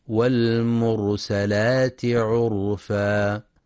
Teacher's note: وينتبه أيضا لتفخيم راء والمرسلات وعرفا، لأنها ساكنة وما قبلها مضموم فحكمها التفخيم